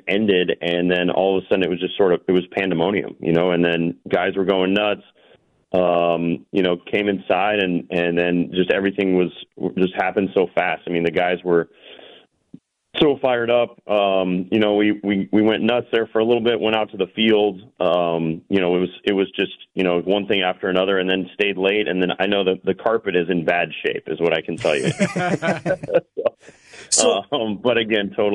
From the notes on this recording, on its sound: Champagne soaked phone. His phone was screwed up because of all of the champagne from the division clinching celebration!